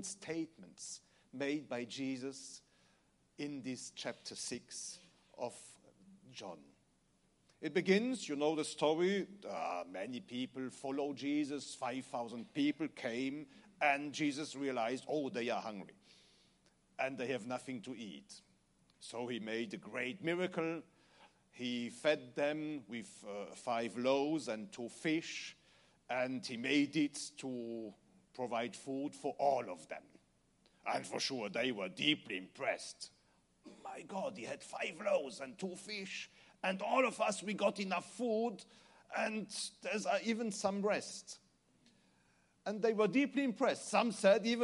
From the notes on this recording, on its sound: Recorded Service of New Apostolic Church USA 2019. In Charlote , NC , USA.